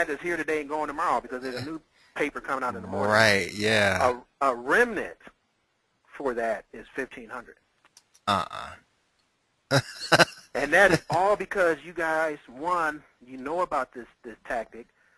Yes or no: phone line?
yes